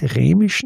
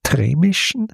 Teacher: Der heißt ja im Trämischen, im Dialekt spricht man ja vor dem R sehr deutlich ein T · Shown in: second take · also nicht Rämischen, sondern Trämischen.